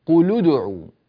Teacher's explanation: إذا وصلنا ما قبلها بها نضم الساكن الأول